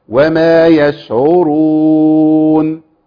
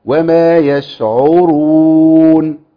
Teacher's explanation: العين المضمومه بتبدل بواو · Shown in: first take · Term: ابدال العين بواو